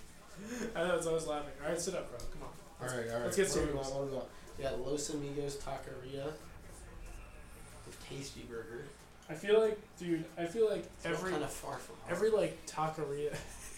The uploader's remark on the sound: We prove how inept we are at recording a podcast.